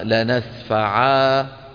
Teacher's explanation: نون ساكنة. إذا وقف عليها يقلبها ألفا · Term: نون التوكيد الخفيفة